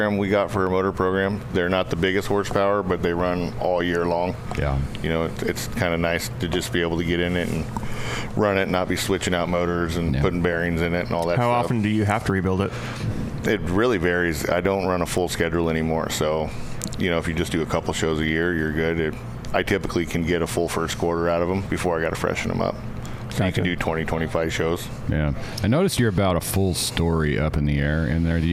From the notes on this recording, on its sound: We are live in the Offroad Syndicate trailer at UTV Takeover Coos Bay, OR. We are live in the Offroad Syndicate trailer at UTV Takeover Coos Bay, OR.